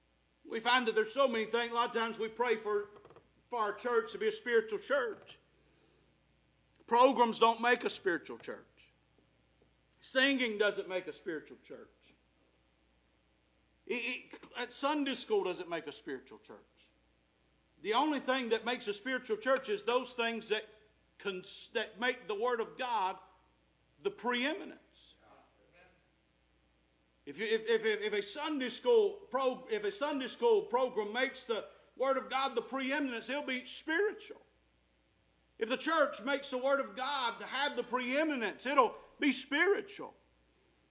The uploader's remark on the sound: Preached at Faith Baptist Church 8/6/2023